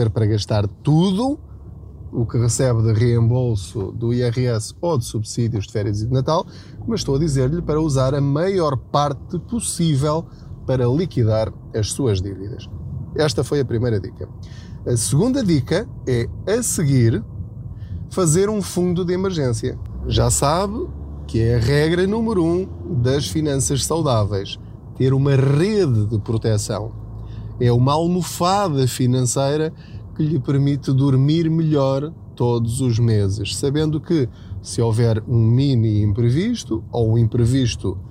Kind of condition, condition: setting, inside a vehicle